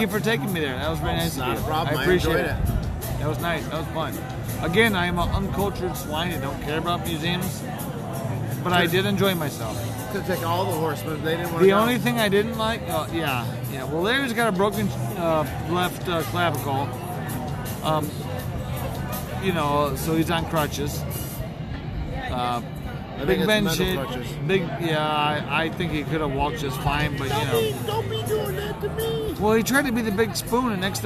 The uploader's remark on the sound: We're outside on the patio at The Thirsty Parrot.